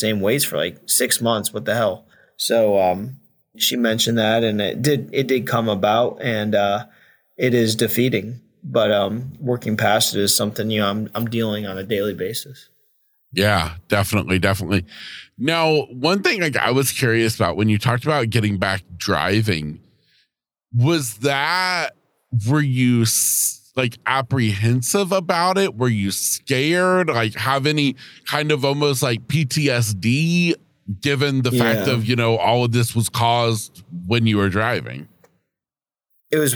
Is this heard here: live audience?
no